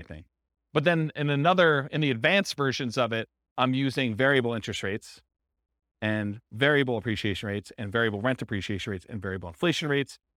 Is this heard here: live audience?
yes